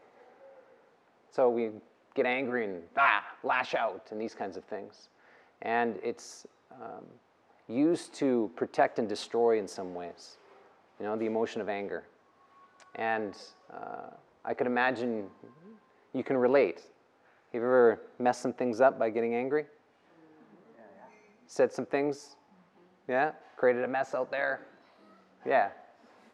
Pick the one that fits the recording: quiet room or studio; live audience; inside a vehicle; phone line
live audience